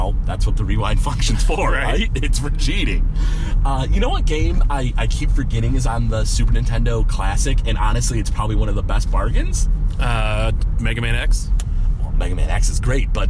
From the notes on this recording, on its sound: Recorded live